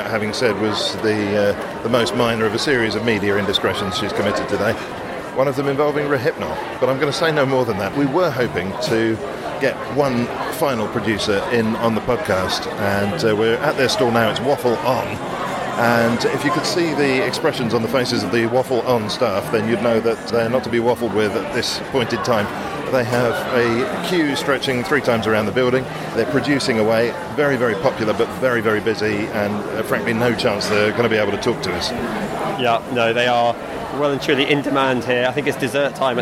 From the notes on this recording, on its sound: This week's broadcast comes from Feast food festival in Tobacco Dock.